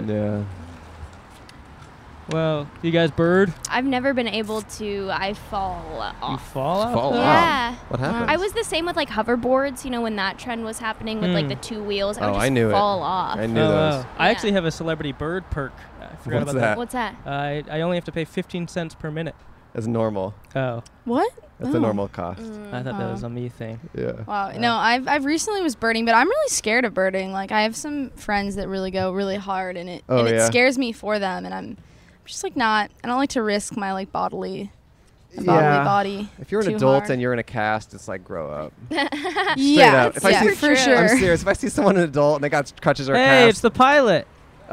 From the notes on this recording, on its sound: Recorded on Sunset Blvd in Hollywood, CA.